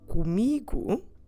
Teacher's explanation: because the stress syllable is me, both O's go unstressed